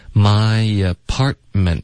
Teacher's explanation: my apartment 两个特的音都省略